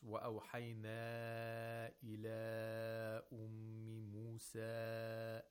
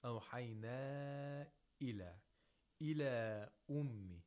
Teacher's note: He's reading the Maddul Munfasil with Fawq Tawassut. With five vowel counts.